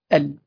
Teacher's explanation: فإذا كانت همزة الوصل قبل اللام القمرية غير مسبوقة بحرف قبلها، فتقرأ همزة الوصل مفتوحة مع اللام الساكنة